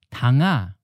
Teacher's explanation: the ah sound we're talking about is the suffix ah, which is in the second tone